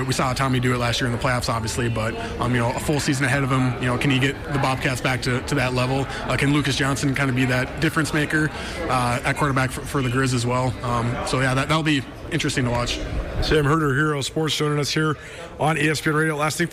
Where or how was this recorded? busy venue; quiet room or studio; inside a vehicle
busy venue